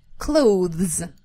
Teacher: Вот это «э», которое появляется между «з» и «з», нам совершенно не нужна. · межзубный звук «з», и после этого идет звонкий звук «з». И вот между ними нет никаких гласных.